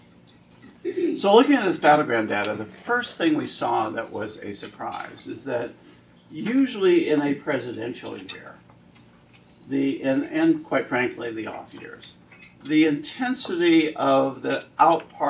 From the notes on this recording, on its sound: WASHINGTON, DC. The Ripon Society hosted a luncheon discussion.